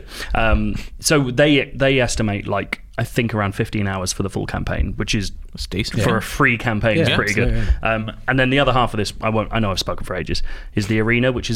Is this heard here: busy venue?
no